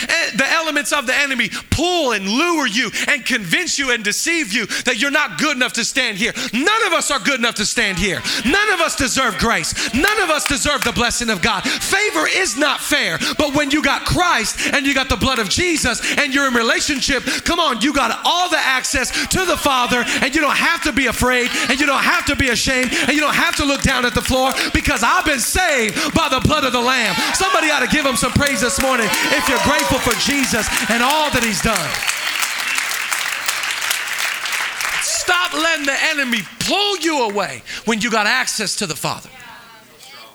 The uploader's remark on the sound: Live from El Rey Theater